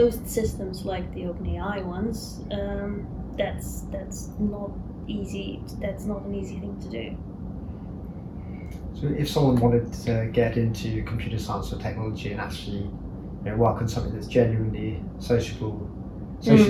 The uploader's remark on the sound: Apologies about the background noise, unfortunately, I couldn't remove it. Filmed in person.